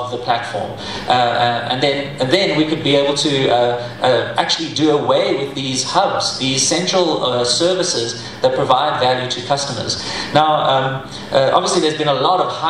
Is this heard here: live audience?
yes